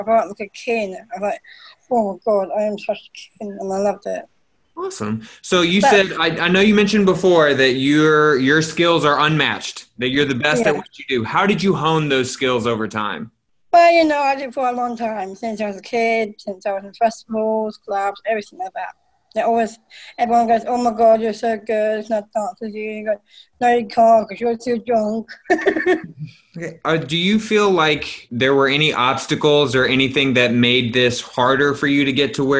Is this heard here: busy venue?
no